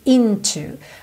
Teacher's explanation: essa palavra into normalmente tem a sílaba tônica na primeira